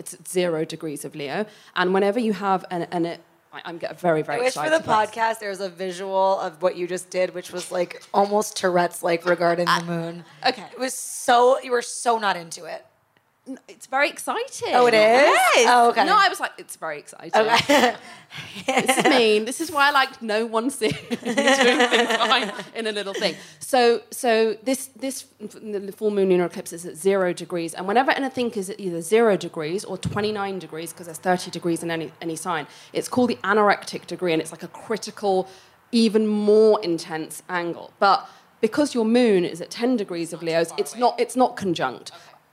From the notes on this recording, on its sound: Show recorded live at Heyday Skincare in Los Angeles.